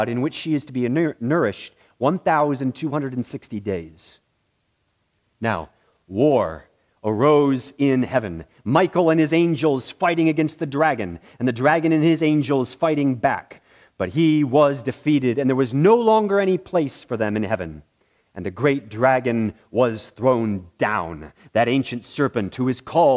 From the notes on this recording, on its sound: in the morning worship service at Bethany Baptist Church